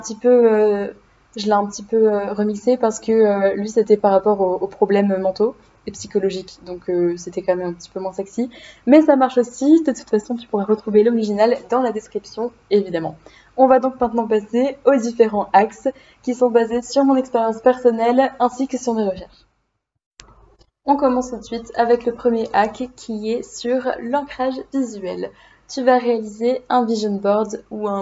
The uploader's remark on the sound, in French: Je m'excuse pour la qualité de l'audio, cela devrait s'améliorer bientôt lorsque j'aurais trouvé un bon micro adapté à mon budget d'étudiante